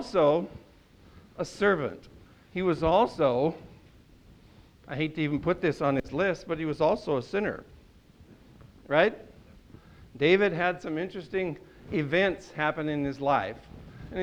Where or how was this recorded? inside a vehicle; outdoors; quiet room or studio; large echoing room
large echoing room